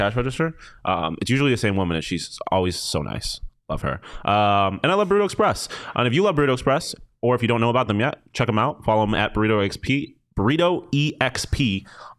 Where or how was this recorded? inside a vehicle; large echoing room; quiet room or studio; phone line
quiet room or studio